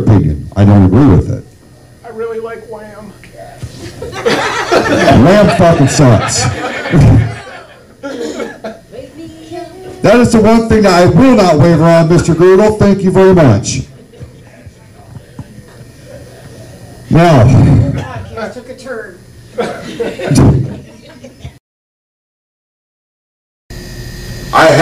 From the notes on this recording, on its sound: CTTH Live stage show, which took place on January 20 at the Backroads Bar & Grill in Holly, Michigan